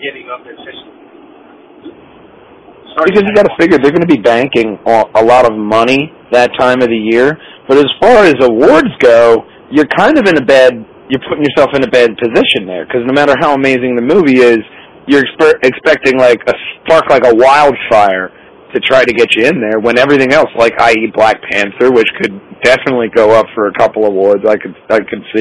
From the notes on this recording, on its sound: this time via phone